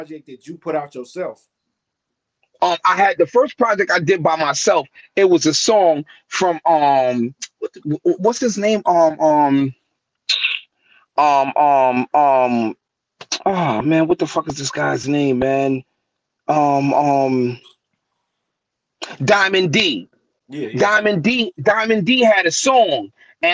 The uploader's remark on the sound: EPISODES RECORDED OVER STREAM YARD MAY HAVE SOME AUDIO DIFFICULTIES